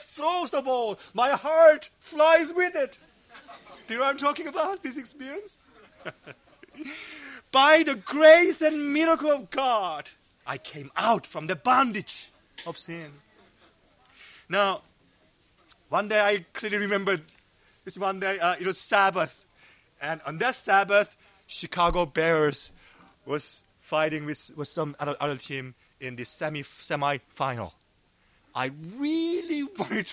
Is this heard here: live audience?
yes